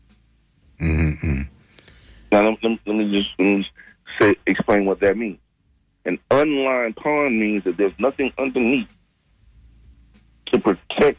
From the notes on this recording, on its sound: Unique magazine format call-in show.